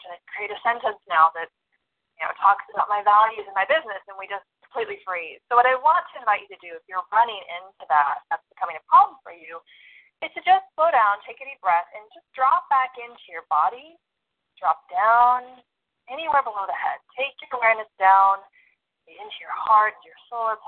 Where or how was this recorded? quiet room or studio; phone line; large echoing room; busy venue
phone line